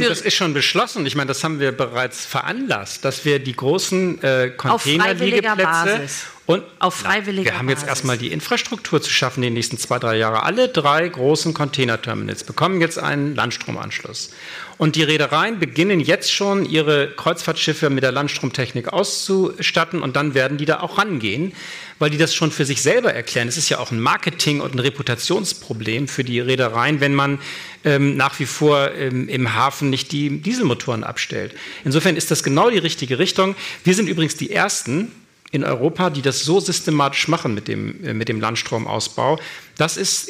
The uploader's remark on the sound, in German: Der Live-Podcast im Grand Hotel Elysée. Und zwar im ersten Live-Podcast des Jahres.